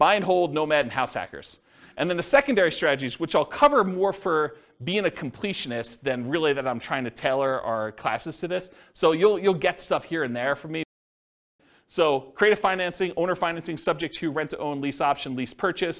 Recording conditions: live audience